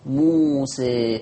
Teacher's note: فملنا بالألف نحو الياء، فدي من سماء إمالة كبرى